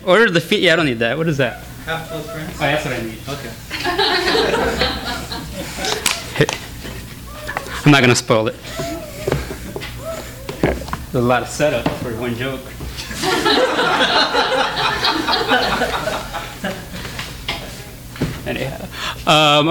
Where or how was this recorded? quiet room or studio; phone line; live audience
live audience